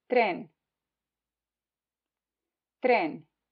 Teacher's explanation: T, which is pronounced as in tomato, but less explosive